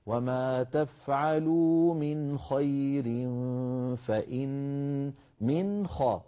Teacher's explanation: من خاء على طول مباشرة من غير إخفاء ولا فراغ صوتي · Term: الإظهار